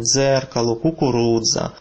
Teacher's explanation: Гук «дз» так само є в українській мові, як звонкий відповідник до «ц». Йон вимовляється в таких словах, як «дзеркало», «кукурудза».